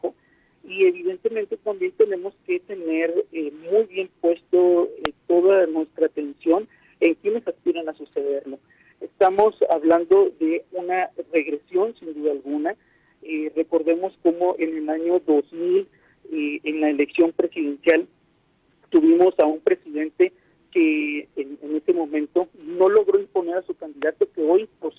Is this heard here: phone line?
yes